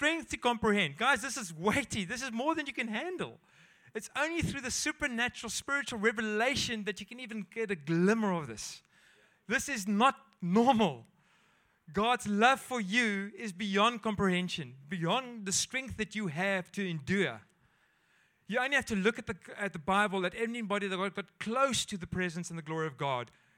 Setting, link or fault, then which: setting, large echoing room